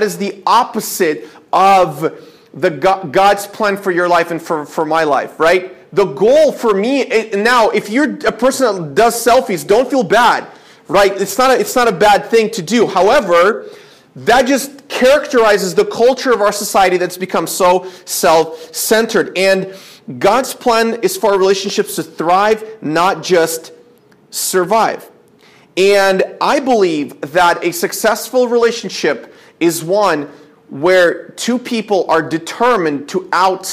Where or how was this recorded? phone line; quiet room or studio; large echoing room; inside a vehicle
large echoing room